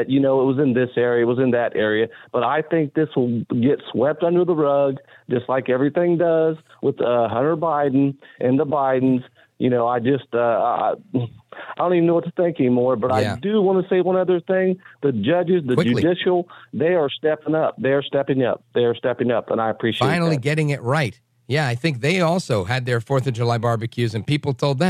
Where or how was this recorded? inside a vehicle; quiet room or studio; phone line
phone line